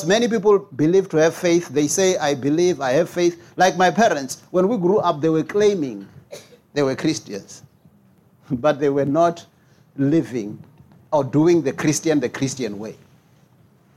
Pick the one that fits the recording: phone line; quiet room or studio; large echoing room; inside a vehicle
large echoing room